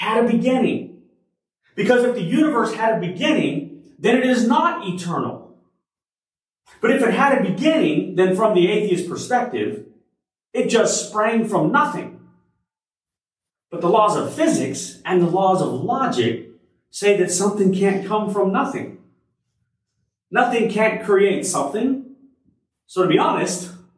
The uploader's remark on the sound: Originally delivered on April 16, 2023 at Crossroads Christian Fellowship in San Antonio, TX